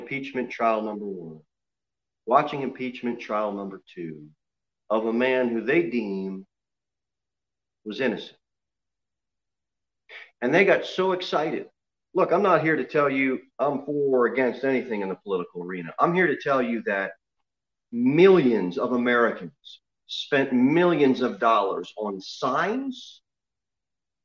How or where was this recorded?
large echoing room